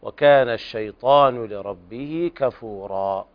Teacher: يلحق بالمد الطبيعي مد عوض عن التنوين المحذوف فالوقف يكون بحركتين